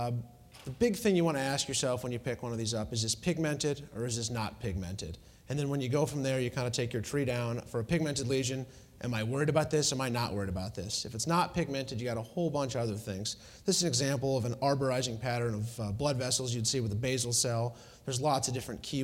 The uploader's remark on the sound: Was recorded at the 2013 Summer SDPA Conference in St. Louis.